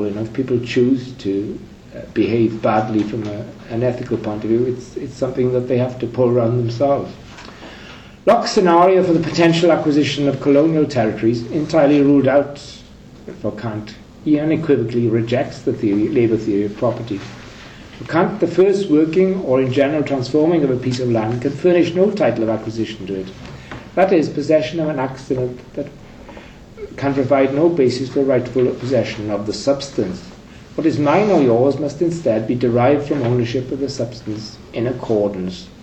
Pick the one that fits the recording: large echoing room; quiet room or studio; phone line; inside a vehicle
large echoing room